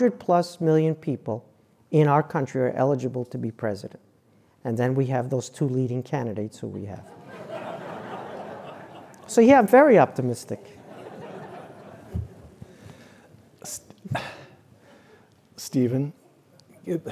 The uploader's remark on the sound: In front of a live audience at Hoover.